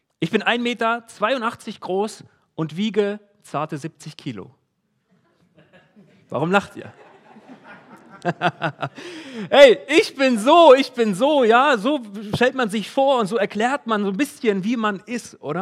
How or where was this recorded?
large echoing room